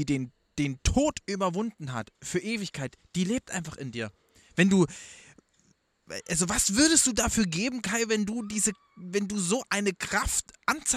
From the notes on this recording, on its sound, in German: Live vom Grill